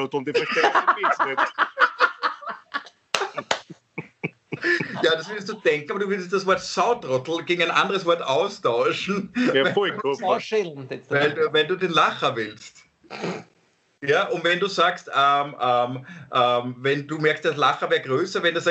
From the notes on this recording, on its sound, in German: Aufzeichnung einer ZOOM Session. Weil das aktuell nicht möglich ist, finden sie ihr Publikum, indem sie einander via Skype am Abend beim Reden zusehen.